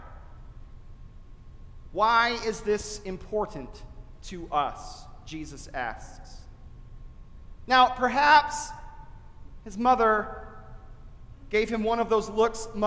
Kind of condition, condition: setting, large echoing room